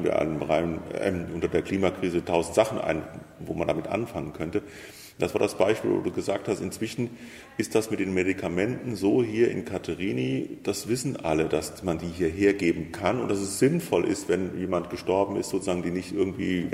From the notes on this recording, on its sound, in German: Das Camp kann in diesem Ausnahme-Sommer tatsächlich stattfinden. In einem leerstehenden Lagerraum mit entsprechend viel Hall.